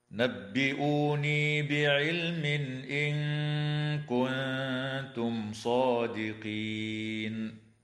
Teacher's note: ويظهر التنوين عند الهمزة في قوله تعالى بعلم إن